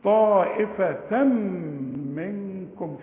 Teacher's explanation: طائفه تم تنوين وبعده ميم ادغم ادغام كامل بغنه